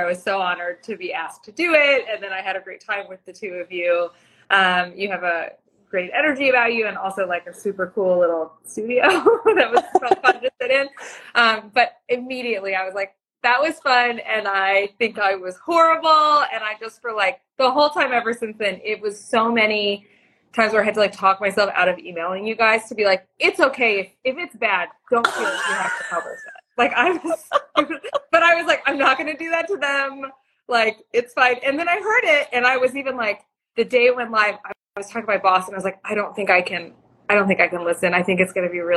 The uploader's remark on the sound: on an Instagram Live